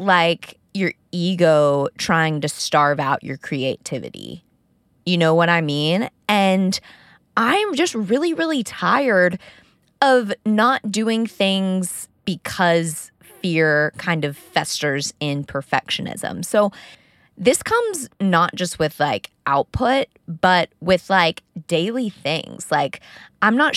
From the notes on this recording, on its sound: Talk with me in my car